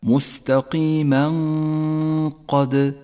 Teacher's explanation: تأمل حكم الإخفاء عند قوله تعالى: مستقيما قد مستقيما قد، التنوين وبعده حرف القاف، التنوين نقف عنده بغنة زمنها حركتان، ولذلك هو أخضر اللون إشارة إلى موقع الإخفاء والغنة، والقاف لا تحتاج إلى شدة أبدا، يقرأ الحكم هكذا: مستقيما قد.